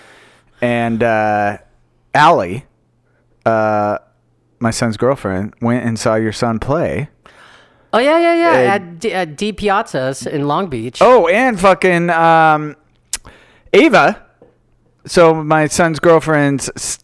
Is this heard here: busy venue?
no